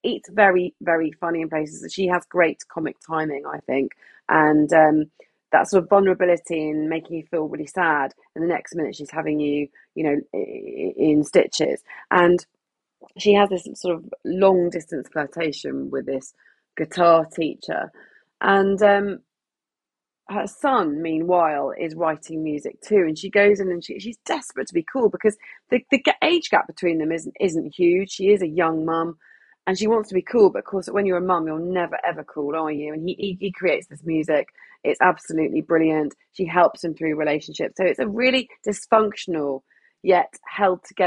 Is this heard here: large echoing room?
no